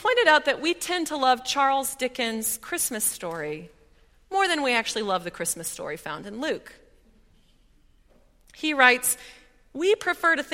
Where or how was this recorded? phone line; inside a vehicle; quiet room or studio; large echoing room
large echoing room